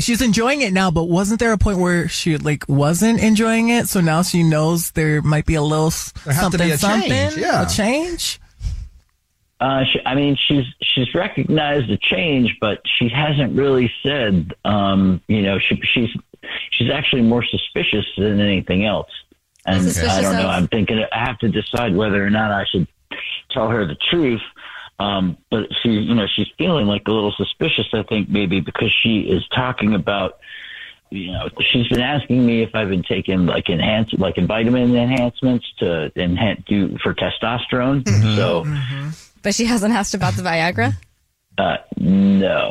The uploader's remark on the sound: We have a listener on the phone who wants to tell us a Dirty Little Secret.